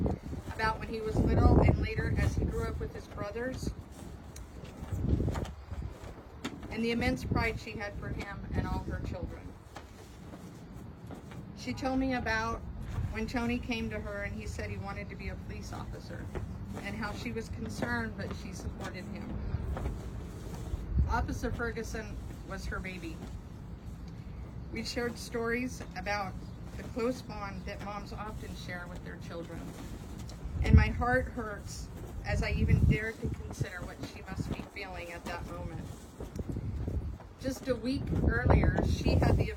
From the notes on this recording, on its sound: Alamogordo Police Department Press Conference